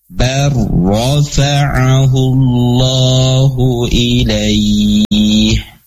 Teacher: Jadi lamnya sudah tidak ada, tetapi masuk ke dalam huruf ro. · Term: idgham